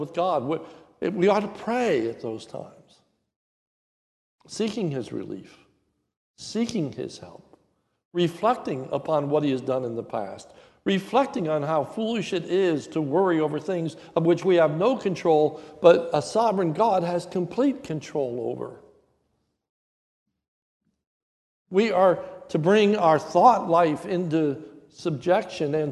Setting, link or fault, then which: setting, large echoing room